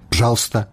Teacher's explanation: Мо таму, што там у моўнай плыні ненаціскныя галосныя для эканоміі могуць зусім прападаць